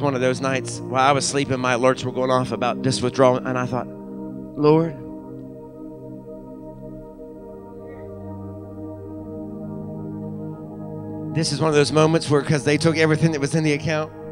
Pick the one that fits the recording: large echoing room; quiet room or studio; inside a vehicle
large echoing room